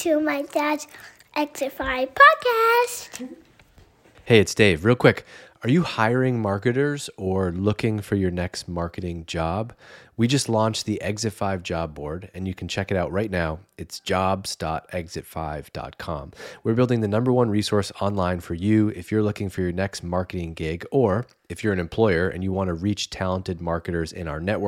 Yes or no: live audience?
no